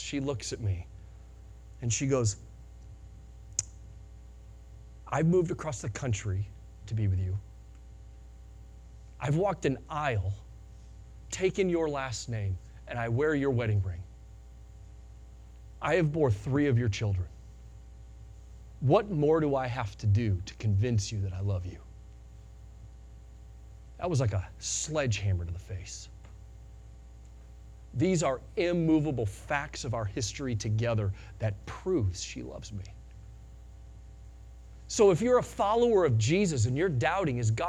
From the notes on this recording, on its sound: Sunday Morning Sermon Audio